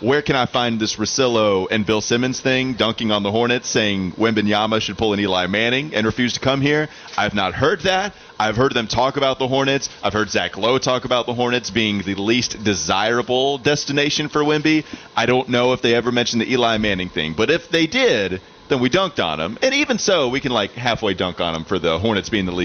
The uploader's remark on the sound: live from the Spectrum Center